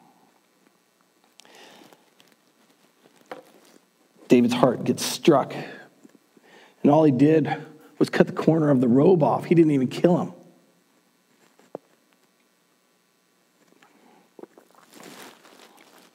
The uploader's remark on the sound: Recorded on January 24th, 2021 at Word of Life Church in Le Sueur, MN.